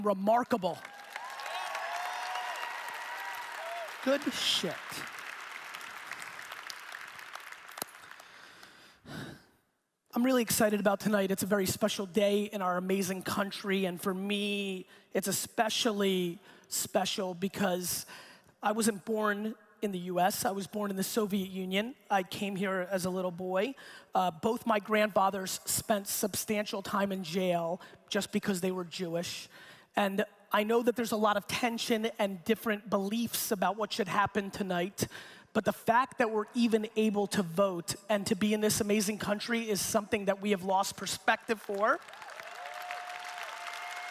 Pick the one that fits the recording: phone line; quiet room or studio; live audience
live audience